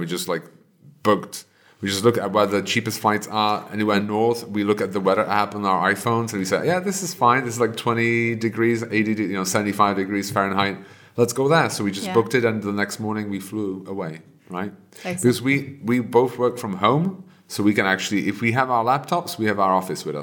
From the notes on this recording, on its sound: We recorded the podcast in the cinema of the Bokovka wine bar and had a lot of fun doing it. We actually recorded it twice, because we were unhappy about how the first recording turned out. Having more wine while recording worked wonders the second time around.